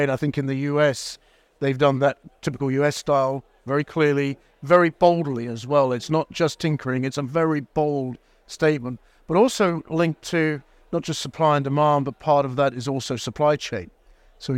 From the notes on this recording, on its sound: Recorded live at Offshore Europe 2023.